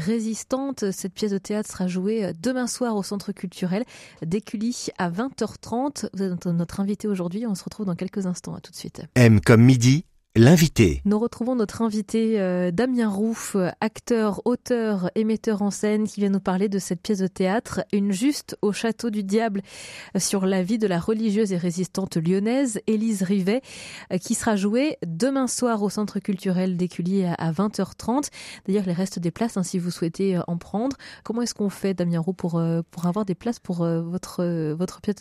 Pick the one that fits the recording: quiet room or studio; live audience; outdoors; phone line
quiet room or studio